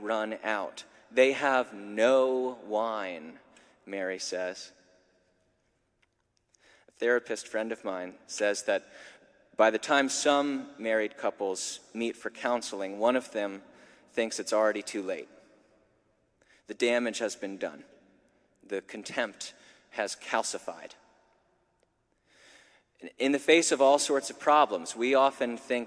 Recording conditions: live audience